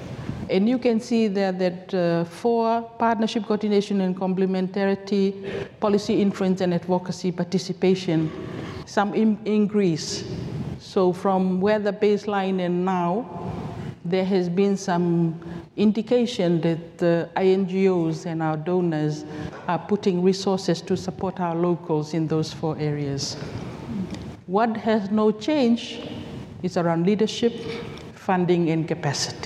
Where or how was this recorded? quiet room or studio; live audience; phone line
live audience